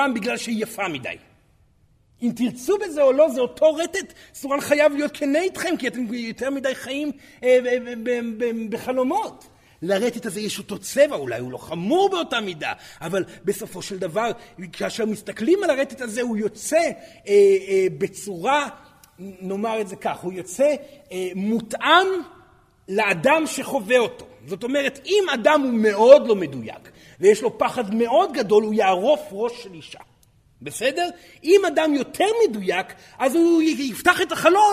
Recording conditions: live audience